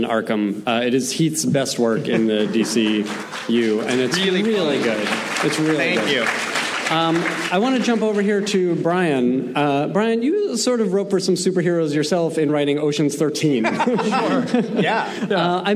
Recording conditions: busy venue